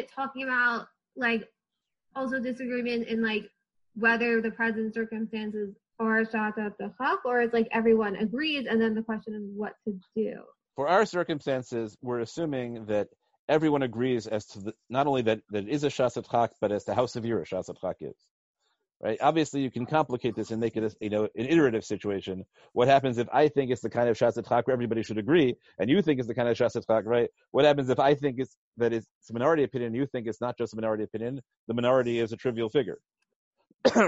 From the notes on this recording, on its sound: given recently as a ZOOM video conference